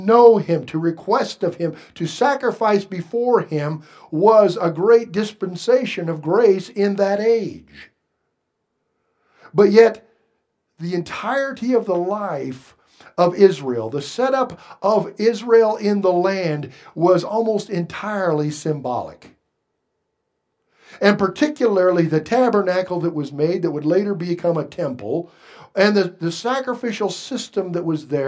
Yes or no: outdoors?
no